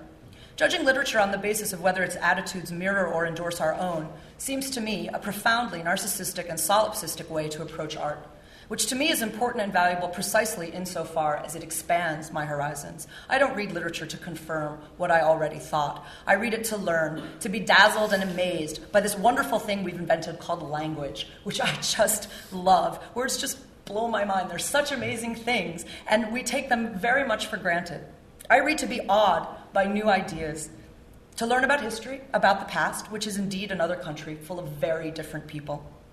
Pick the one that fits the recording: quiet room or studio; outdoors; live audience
live audience